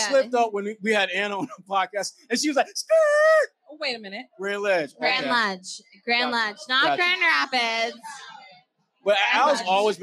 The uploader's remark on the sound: LIVE from The Greatest Bar in Boston